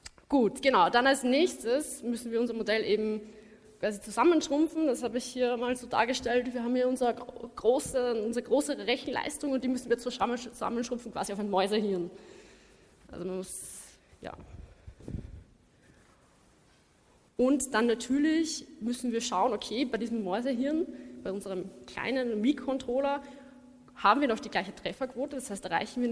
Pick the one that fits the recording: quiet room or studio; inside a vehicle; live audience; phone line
live audience